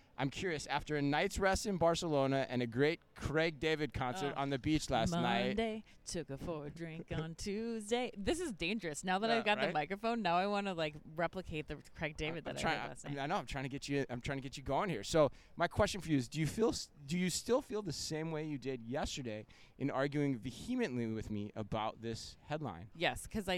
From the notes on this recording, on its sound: live from Shoptalk Europe in Barcelona